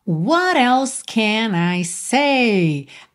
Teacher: um caso típico de T que vira rarara, como na palavra garoto, ok? Tá ali na legenda de cores, azulzinho, esse azulzinho claro, sempre vai ser T ou D que virou rarara em função de facilitar a ligação com a próxima palavra.